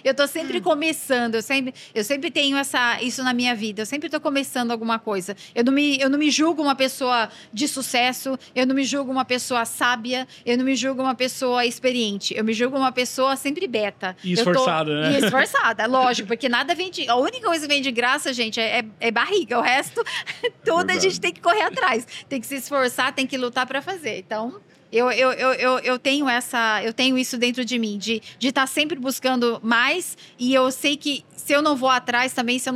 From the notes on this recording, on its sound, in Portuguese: Diretamente do Case Abstartups, gravamos vários episódios incríveis do De Galho em Galho neste evento